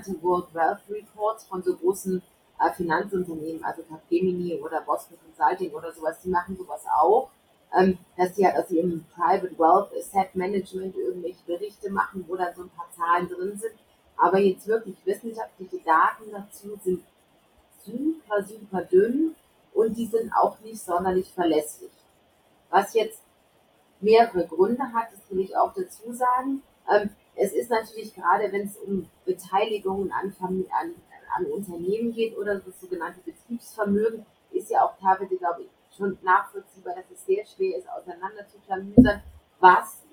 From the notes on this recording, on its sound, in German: Leider hat das Audio nicht so mitgespielt; ich bitte, die schlechte Qualität zu entschuldigen.